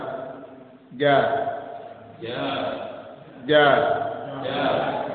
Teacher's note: Nah, jadi tatkala mengucapkan huruf jim, tengah lidah, bagian tengah lidah kita bertemu dengan gusi atas dengan lunak, tidak keras.